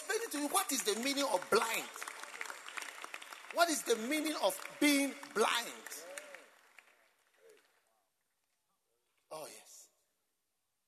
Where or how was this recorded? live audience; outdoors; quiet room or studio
live audience